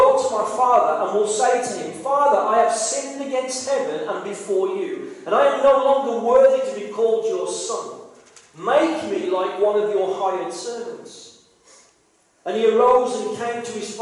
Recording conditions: poor sound quality